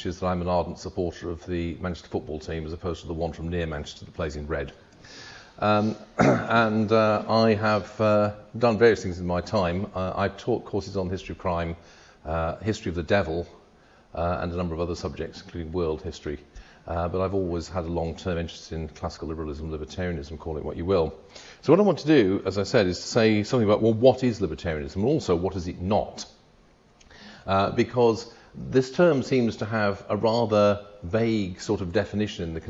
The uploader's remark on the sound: A recording of the Oxford Hayek Society meeting. Which took place in Christ Church, Oxford.